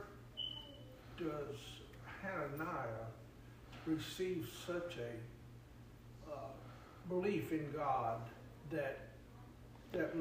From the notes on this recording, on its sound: Sermon preached at Mid County Baptist Church